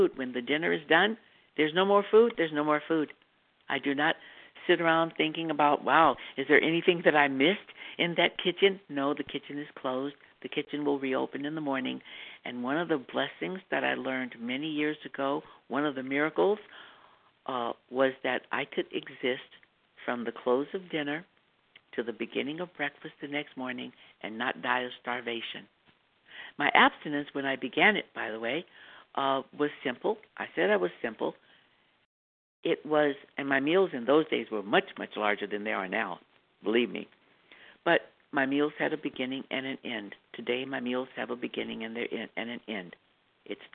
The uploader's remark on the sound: From the 100 Pounders Phone Meeting.